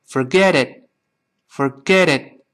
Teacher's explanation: forget，最后那个 t，跟 it 再连读之后，中间这个 t 会浊化成 d